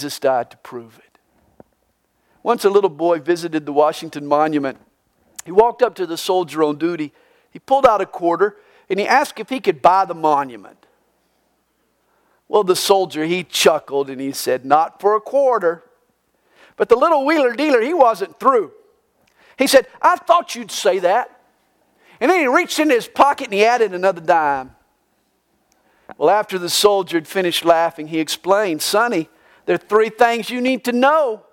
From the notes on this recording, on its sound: This message was recorded live during the Good Friday service at CalvaryCSM located in Lilburn, Georgia.